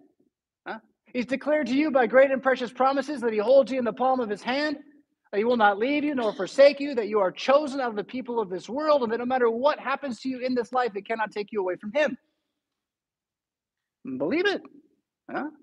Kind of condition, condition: setting, large echoing room